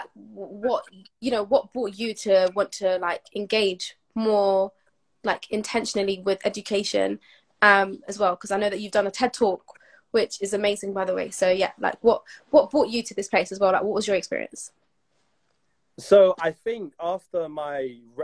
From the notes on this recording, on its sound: via Instagram live